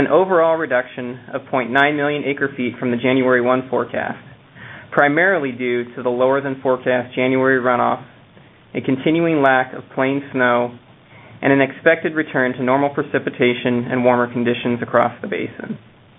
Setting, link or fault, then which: link, phone line